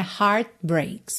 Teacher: De novo, você não escutou o T de heart, né?